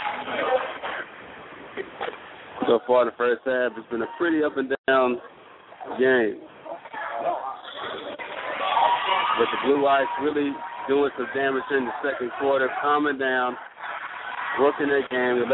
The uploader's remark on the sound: Lady Jets Girls AAU Basketball Broadcast in Orlando, FL. Live broadcast from AAU tourney in Orlando, FL.